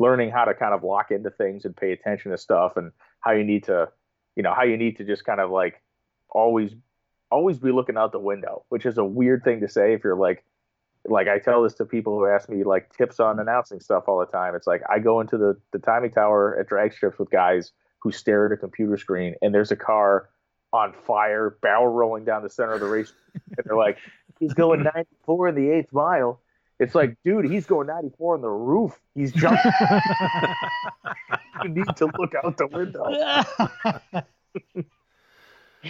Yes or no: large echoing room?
no